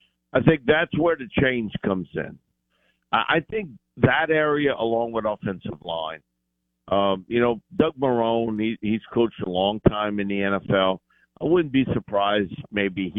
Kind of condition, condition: link, phone line